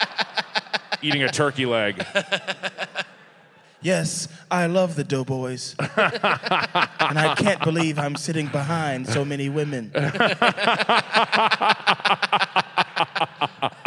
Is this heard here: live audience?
yes